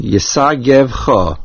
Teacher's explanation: The main accent is at the Cho ending.